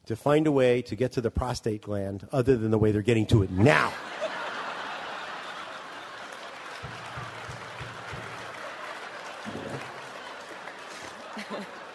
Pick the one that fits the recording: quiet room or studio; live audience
live audience